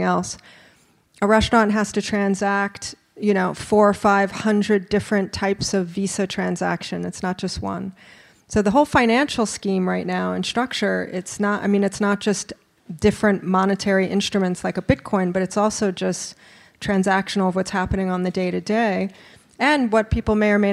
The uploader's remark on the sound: For a panel discussion. A robust Q&A from the live audience.